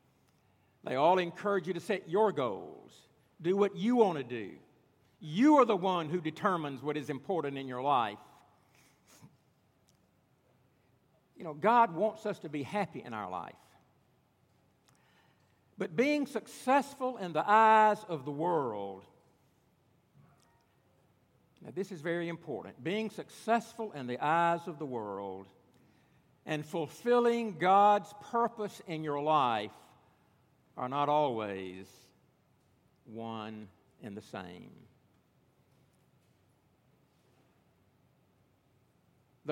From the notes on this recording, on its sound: at Redeemer Presbyterian Church in Charleston, SC